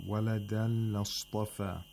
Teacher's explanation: There's no ghunna because the letter after the tanween is lam. And lam does not take ghunna.